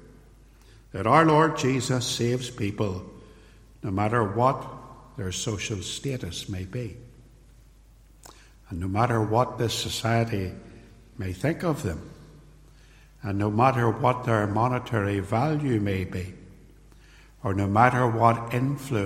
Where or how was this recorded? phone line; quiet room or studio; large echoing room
large echoing room